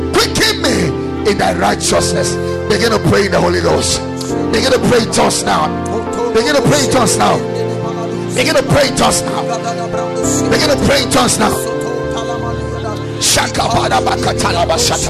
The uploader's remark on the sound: Preached at Ekklesia Chapel.